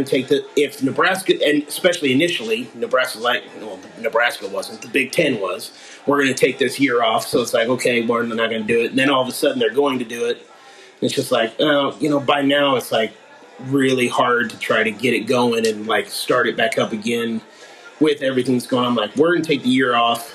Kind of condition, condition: fault, poor sound quality